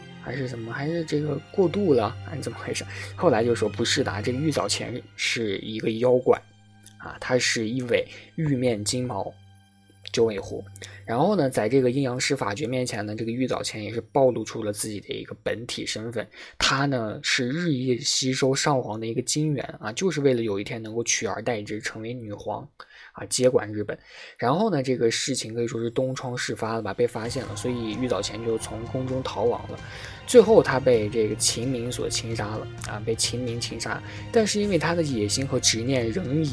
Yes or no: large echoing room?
no